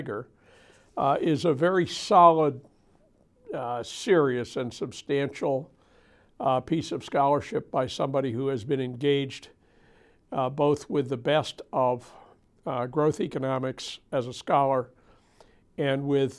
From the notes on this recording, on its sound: In a videotaped lecture